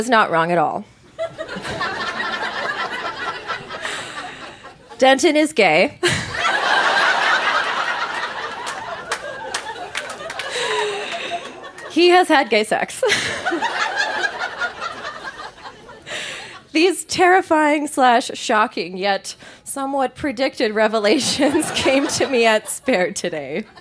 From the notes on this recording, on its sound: Recorded live at Yuk Yuk's in Calgary.